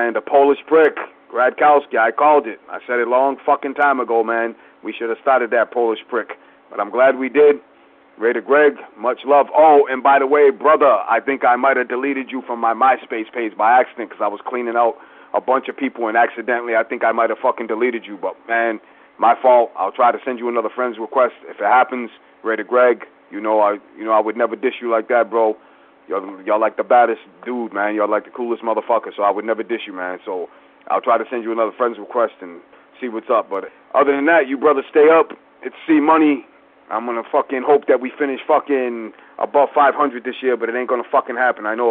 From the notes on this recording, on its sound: Segment #3: Raider Nation “Boneline” Call-in Segment.